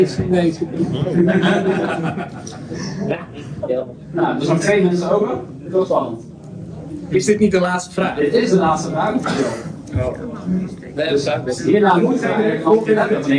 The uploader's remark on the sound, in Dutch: Werd in Pathé Amsterdam Noord Echo Base Charity Con gehouden, een Star Wars-evenement waarbij de netto-opbrengst werd gedoneerd aan Make-A-Wish Nederland. Met diverse gasten bekend uit de films, heel veel fans, merchandise en gezelligheid, kregen wij de unieke kans om als eerste een panel te mogen hosten voor het grote publiek. Deze podcast aflevering bestaat dan ook uit de volledige opname van dit panel.